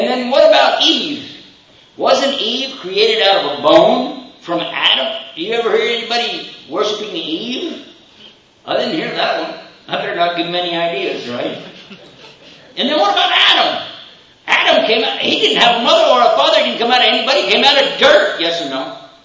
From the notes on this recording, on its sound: Questions and Answers Session following the Lecture.